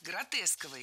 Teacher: Кстати, если мы хотим образовать от существительного «гротеск» прилагательное, то предпочтительным вариантом будет слово «гротескный» с однозначным ударением на втором слоге. Вариант «гротесковый» тоже допустим, но ударение на втором слоге сохраняется.